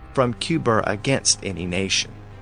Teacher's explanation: But when Cuba is immediately followed by a vowel, as when he refers to a missile launched from Cuba against any nation, he sticks an R on the end of the word to bridge the gap between the two vowels